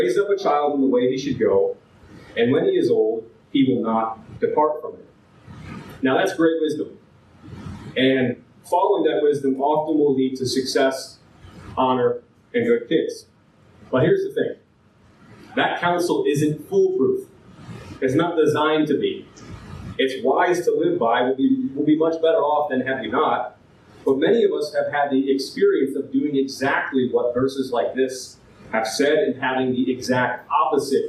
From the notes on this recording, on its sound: This file has damaged audio quality.